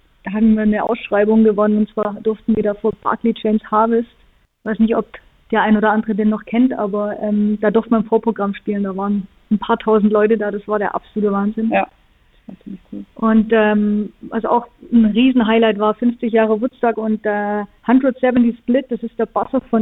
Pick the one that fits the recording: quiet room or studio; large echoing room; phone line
phone line